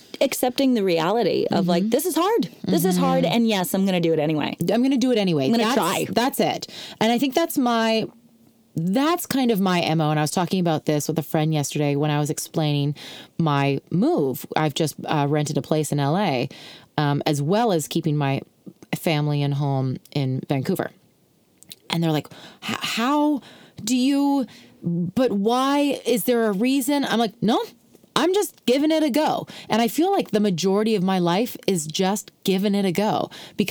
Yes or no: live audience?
no